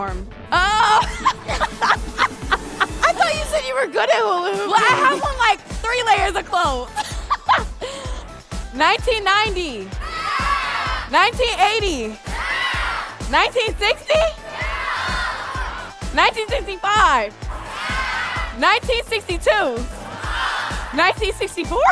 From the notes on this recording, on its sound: With a LIVE audience for this podcast episode. All with audience members playing along!